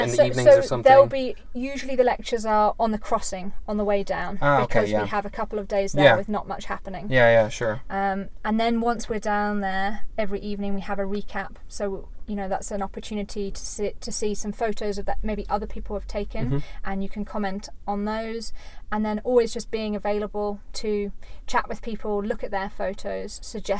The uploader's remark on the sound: live from the South African bush